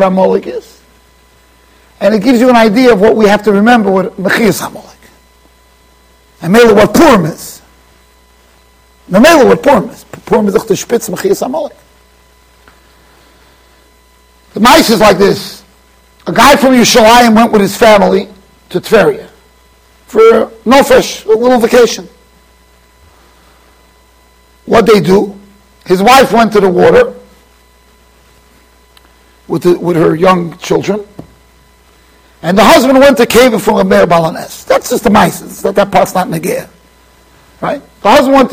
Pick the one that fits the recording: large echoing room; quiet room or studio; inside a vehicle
large echoing room